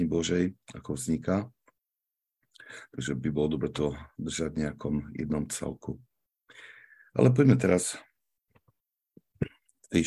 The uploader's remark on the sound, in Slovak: pravidelné online stretnutia prostredníctvom ZOOM